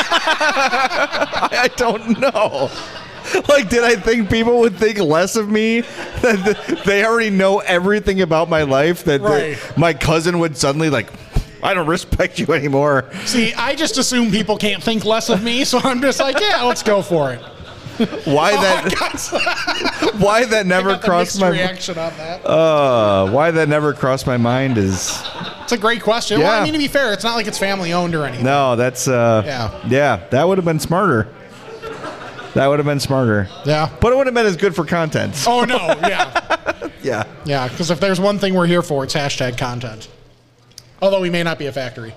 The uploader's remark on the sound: Live from Uncle Bud's